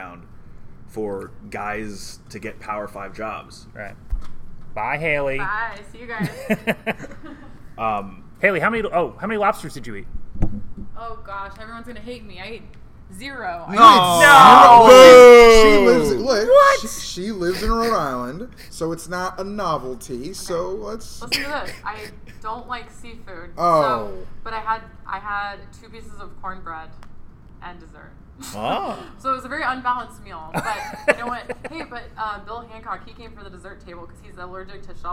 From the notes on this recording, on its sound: We did this with one microphone. LIVE FROM NEWPORT, RI.